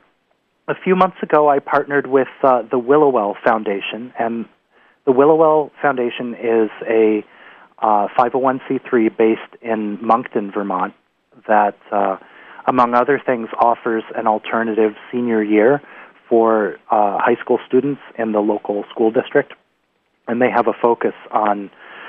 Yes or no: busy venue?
no